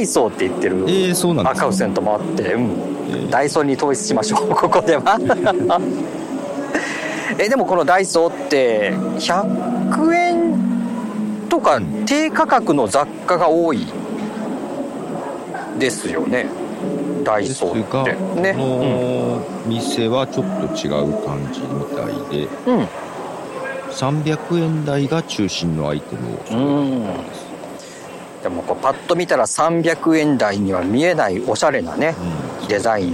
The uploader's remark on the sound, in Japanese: 今月は高校野球の実況後に外から収録していましたが。